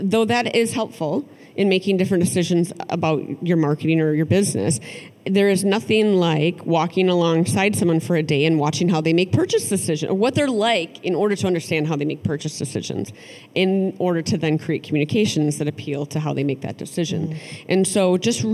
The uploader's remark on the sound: a live conversation at the Minnesota Council of Nonprofits' 2022 Annual Conference